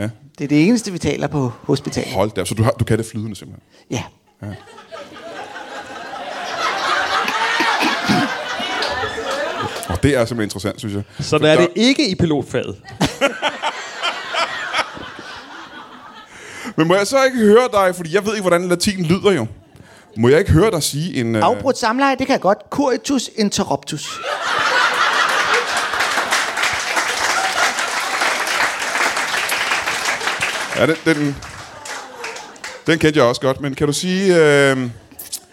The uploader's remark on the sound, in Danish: LIVE fra Ramsømagle forsamlingshus